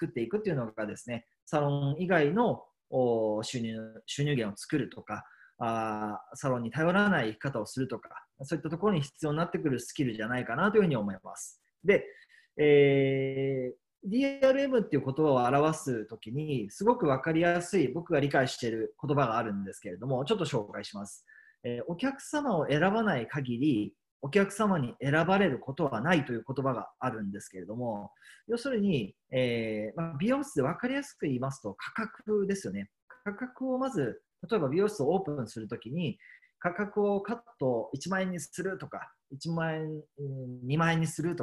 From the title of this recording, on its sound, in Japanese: zoomセミナー